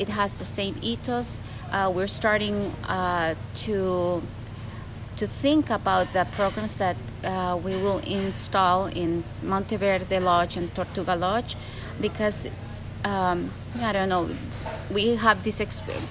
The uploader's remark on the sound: With some background noise from macaws and toucans